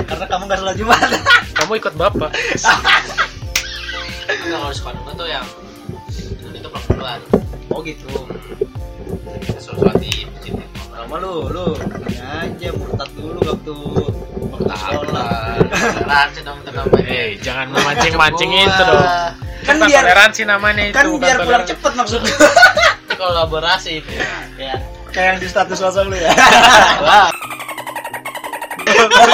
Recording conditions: background noise